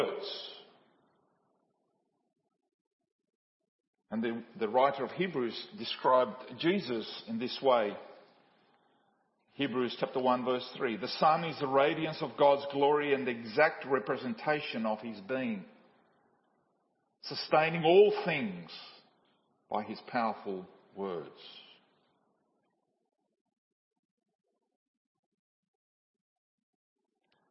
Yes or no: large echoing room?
yes